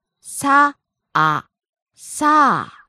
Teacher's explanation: Falls on the second syllable, あ。